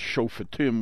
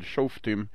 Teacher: the fe belongs to the second syllable and not to the first · Shown in: first take · First syllable is sho, and then fetim.